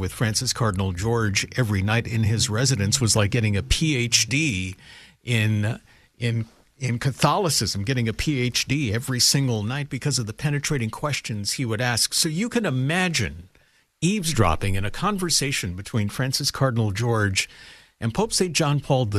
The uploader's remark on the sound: Listeners call in to share their conversion stories.